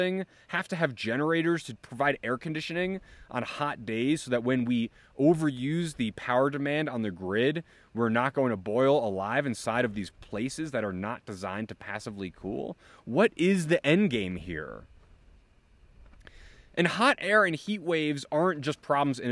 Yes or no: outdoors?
yes